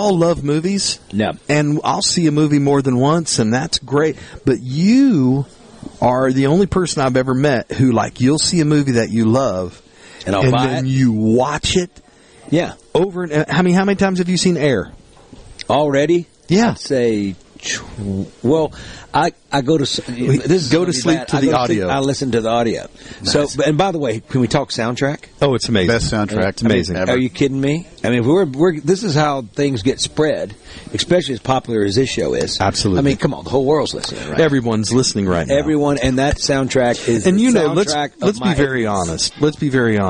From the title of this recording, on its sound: Live! at the Delta Soul Charity Golf Tournament